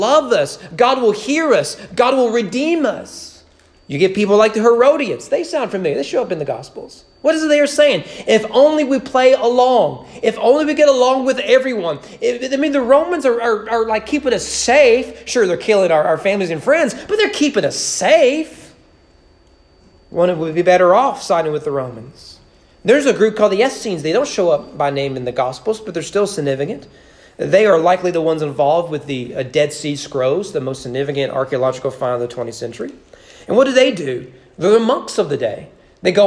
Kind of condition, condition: setting, large echoing room